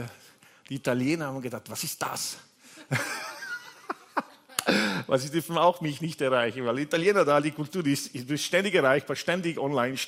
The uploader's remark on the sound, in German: Gottesdienst live aus der LIFE Church Wien.